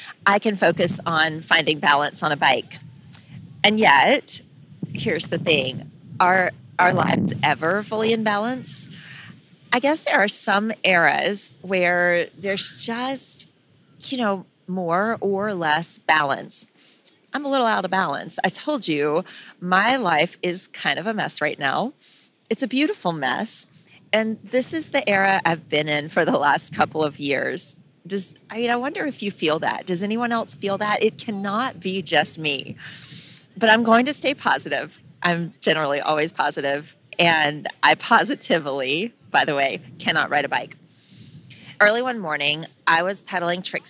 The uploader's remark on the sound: In this solocast. She recorded this from the beach, and a couple of fun things happened.